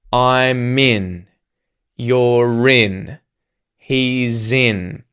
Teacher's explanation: The consonant sound at the ends of these contractions is actually joining to the next syllable and starting the word in.